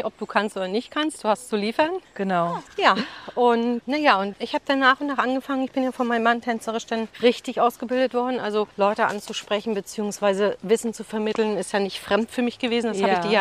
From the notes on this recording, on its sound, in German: beim Walk & Talk im bergigen Kösterbecker Wald